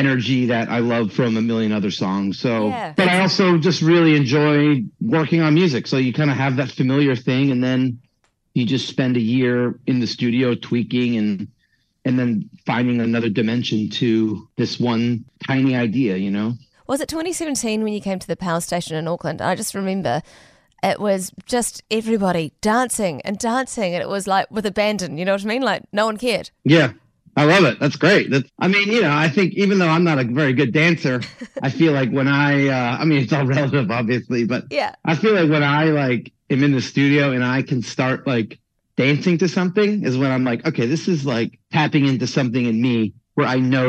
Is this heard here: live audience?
no